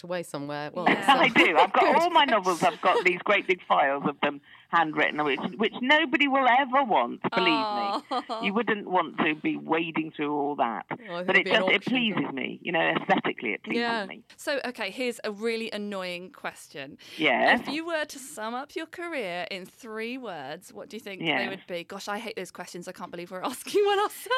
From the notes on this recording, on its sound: joins us on the phone